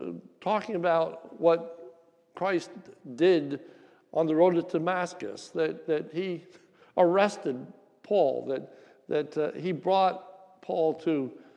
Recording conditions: large echoing room